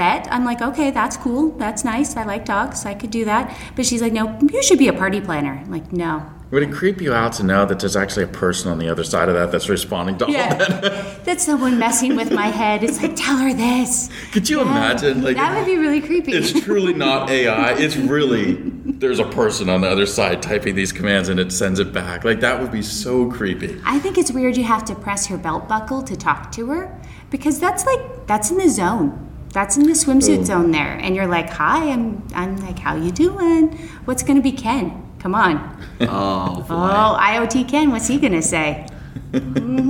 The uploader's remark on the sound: Live once again from Enfuse Conference 2017 in Las Vegas. Live once again from Enfuse Conference 2017 in Las Vegas.